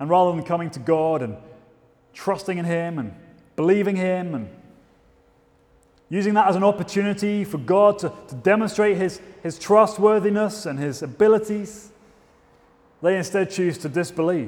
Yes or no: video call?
no